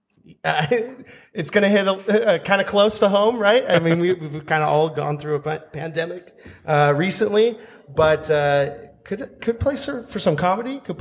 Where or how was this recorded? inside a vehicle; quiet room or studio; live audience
live audience